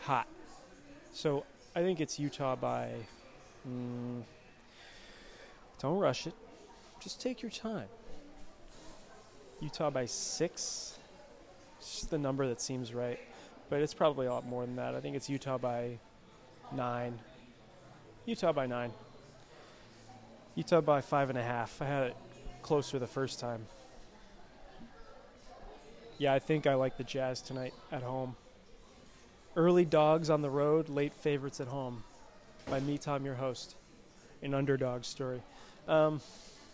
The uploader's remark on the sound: Live from Dimond Slice